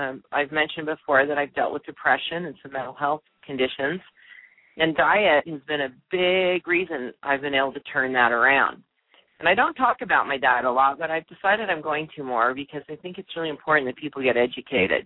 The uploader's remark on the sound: opens the lines to answer live questions